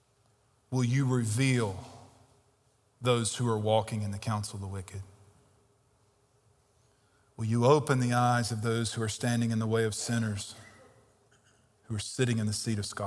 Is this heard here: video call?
no